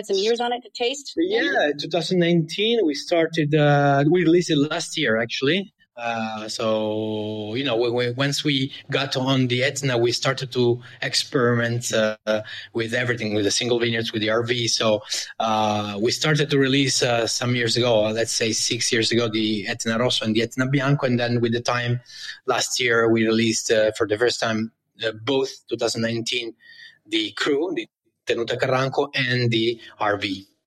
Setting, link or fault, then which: link, video call